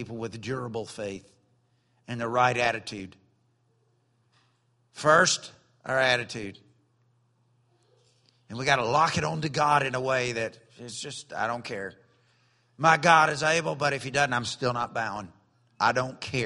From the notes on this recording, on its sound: during evening service at Celebration Life Family Church.